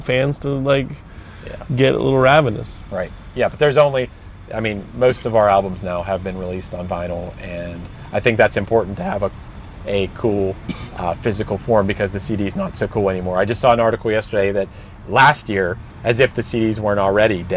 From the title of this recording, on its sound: Hanging In The Van